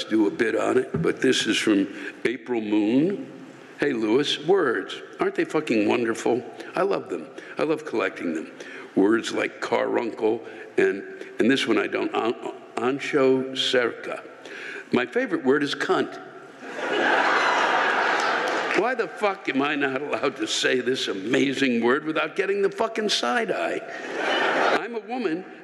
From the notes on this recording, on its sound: The live rants come from the show in Huntington NY on April 3, 2020.